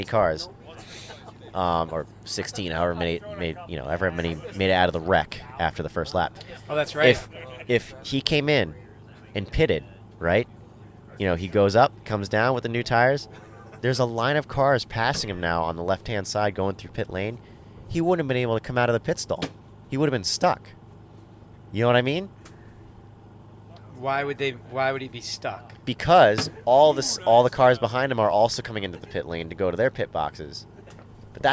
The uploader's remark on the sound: Our second show recorded on site at Canaan Motor Club. This time on the night between NHKA races 5 and 6.